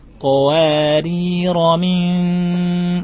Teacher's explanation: Perhatikan antum ikhfanya kurang gunahnya ya. Di ikhfa qawariro min ya, seperti itu.